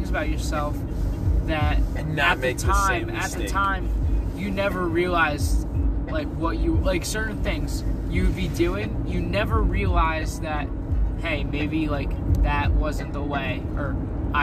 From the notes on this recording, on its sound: All while driving to some Lo-Fi tunes.